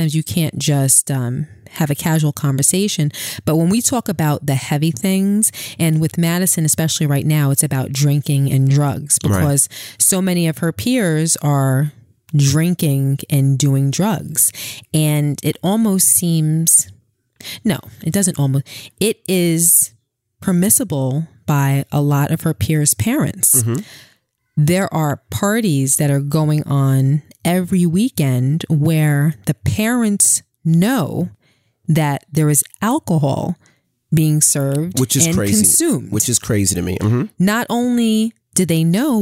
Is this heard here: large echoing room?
no